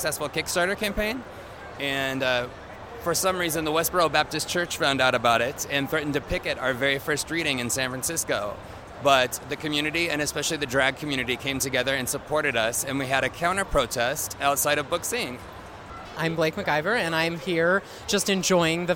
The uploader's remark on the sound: LIVE in studio + Interviews from the exhibition floor of RuPaul's Drag-Con 2017.